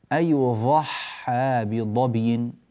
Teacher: من العرب من يبدل الضاد ظاء والظاء ضادا